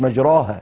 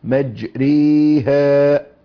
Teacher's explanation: نطقت بالإمالة بقراءة حفص · Shown in: second take